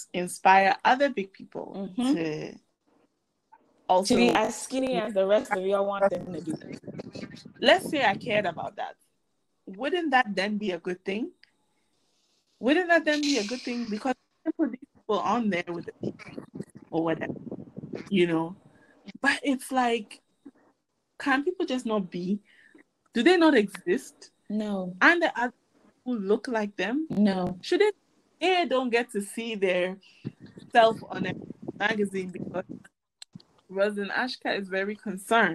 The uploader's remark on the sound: Recorded remotely so excuse and deviation from usual quality.